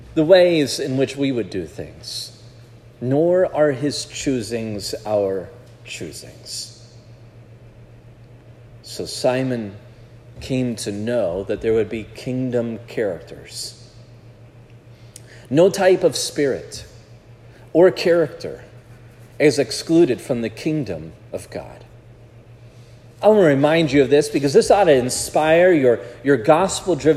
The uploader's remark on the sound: This sermon was preached at Providence Church